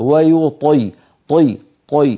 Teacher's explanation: الطاء المكسورة طبعا الكسر أضعفها لكنها تبقى مستعلية مطبقة وبالتالي تفخيمها قوي